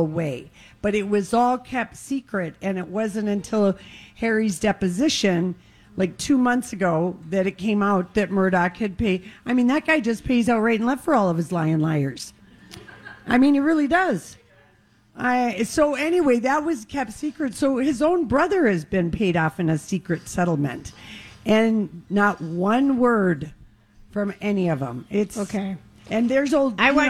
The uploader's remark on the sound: LIVE From El Burrito Mercado